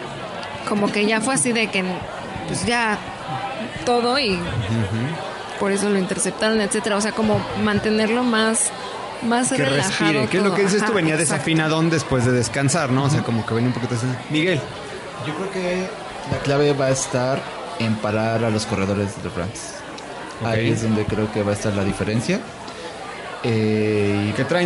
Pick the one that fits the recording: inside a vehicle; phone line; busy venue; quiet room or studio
busy venue